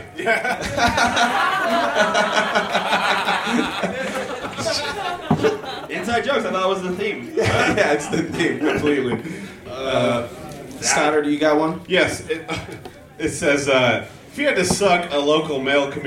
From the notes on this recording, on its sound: Podcasting in front of a live audience. "On the Scene" crowd reporter. Performed and recorded at Z's Bar and Restaurant in Grand Rapids, MI.